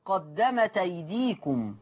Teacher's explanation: قرأ ورش بنقل حركة الهمز إلى التاء فتقرأ قدمت أيديكم